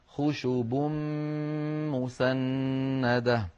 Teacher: خشب مسندة، خشب آخرها تنوين، خشب مسندة أولها ميم فقلب التنوين إلى ميم فالتقى في النطق ميمان فأدغمت الميم الأولى في الميم الثانية فصار خشب مسندة. · Term: الإدغام الكامل